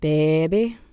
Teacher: the pronunciation of baby, which in New Orleans, in the African-American population, seems to be pronounced with an extra long initial vowel